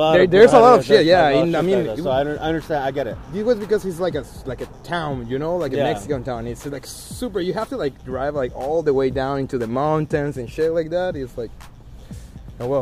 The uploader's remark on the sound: I had my digital recorder with me. We recorded this in the Tower Bar parking lot.